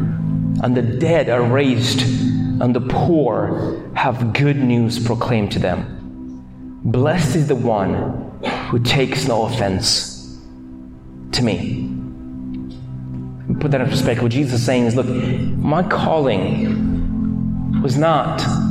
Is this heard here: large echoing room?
yes